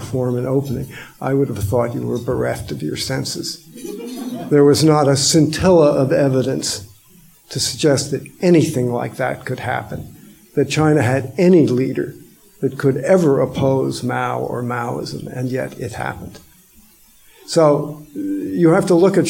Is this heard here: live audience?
yes